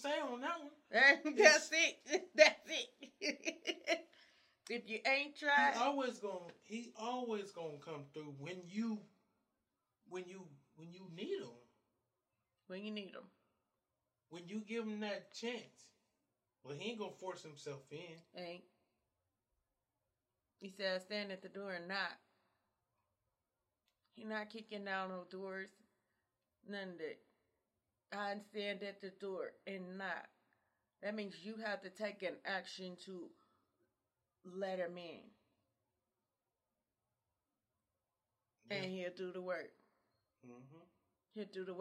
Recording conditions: poor sound quality